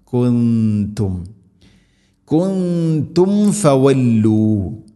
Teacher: സുക്കൂനുള്ള മീമിന് ശേഷം ഫ വരുമ്പോൾ രണ്ട് ചുണ്ടുകൾ തമ്മിൽ തട്ടിച്ച് മീമിനെ പൂർണ്ണമാക്കണം